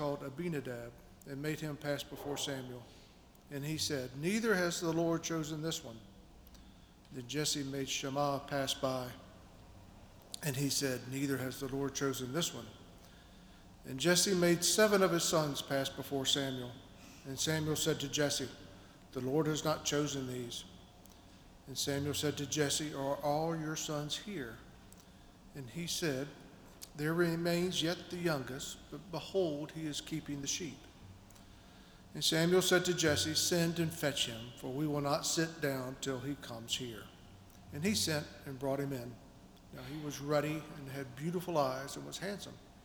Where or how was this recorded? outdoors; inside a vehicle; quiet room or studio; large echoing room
large echoing room